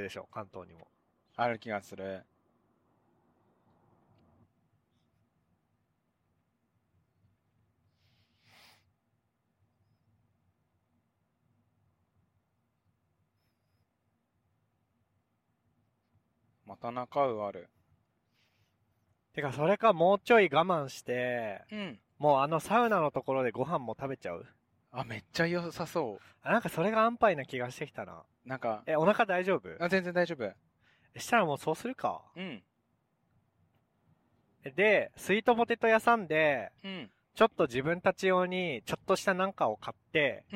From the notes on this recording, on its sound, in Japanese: 北海道でドライブしながら収録しました。